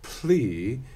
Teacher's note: if we say Pli, we'll feel the aspiration continuing through that L sound.